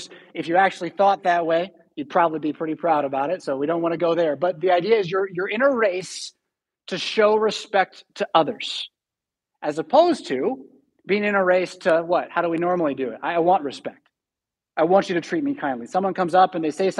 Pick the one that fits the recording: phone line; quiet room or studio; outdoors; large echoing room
large echoing room